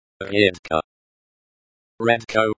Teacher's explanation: the stress is on the second syllable, the e, it sounds like редко.